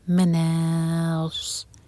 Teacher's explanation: نون light اور صاد heavy